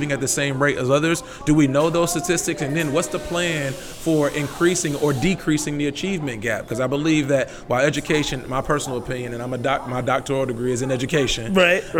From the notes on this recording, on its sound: This podcast was recorded live at Brewer's Cafe on the southside of Richmond. Brewer's Cafe is a happening shop and we recorded in the middle of the action. We were not in a studio, so you will hear background noise and the hustle of the day.